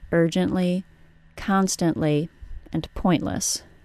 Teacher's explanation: Since I have a vowel sound in the final syllable, the L sound is not syllabic. So now we have a T that follows an N sound and precedes an L sound that is not syllabic, so the T sound is pronounced as a glottal stop.